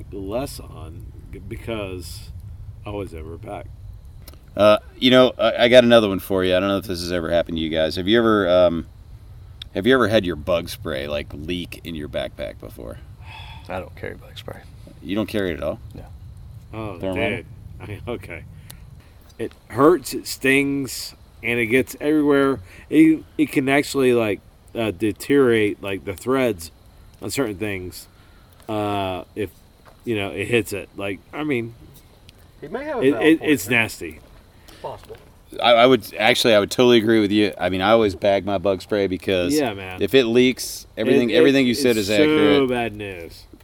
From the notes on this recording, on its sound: I sit fireside. On the Benton MacKaye Trail in North Georgia.